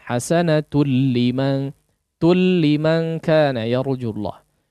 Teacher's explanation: Sebagian orang kadang terkecoh dengan tanwinnya di situ, tidak seluruh tanwin di gunnahkan, ya. Di sini tidak digunnahkan, hasanatul langsung masuk melebur kepada huruf lam. · Term: idgham tanpa ghunnah